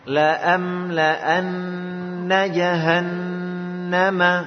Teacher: ingat makhrajnya nun ya, jangan digigi ya, tapi digusi.